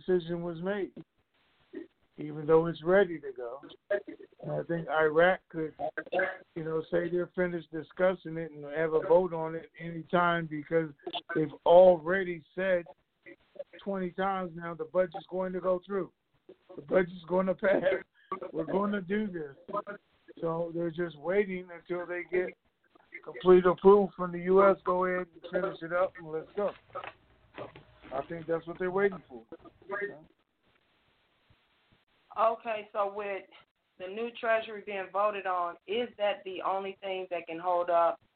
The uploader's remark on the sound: TNTSuperfantastic Conference Call